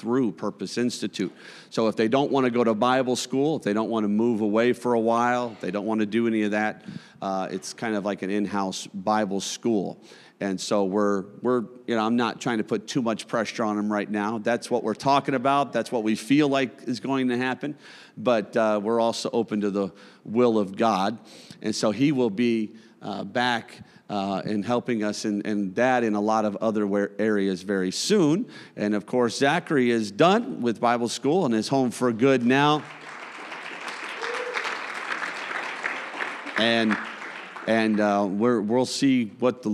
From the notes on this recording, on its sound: a service recording from Connect Point UPC